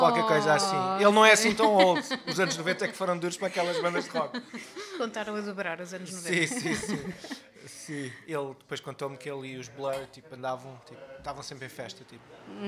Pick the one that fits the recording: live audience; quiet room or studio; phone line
live audience